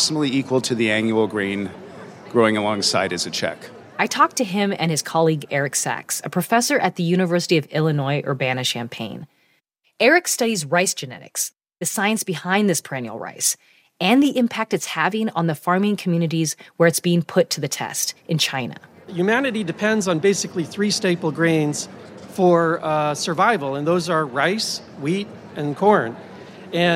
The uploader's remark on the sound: It's one of a series of interviews we conducted live at the 2023 Annual Meeting of the American Association for the Advancement of Science (AAAS). Live Short Wave episodes from the AAAS Sci-Mic stage.